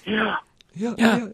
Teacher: phonation or voicing while you breathe in, that is to say, inhalating rather than exhaling · Term: pulmonic ingressives